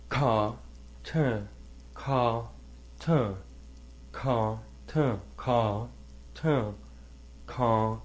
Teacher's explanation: then you're closing it off at the back of your throat with the ka, and then it's going to the forward, and then the ta, it gets shot to the back, and then the ka, and then towards the front, right?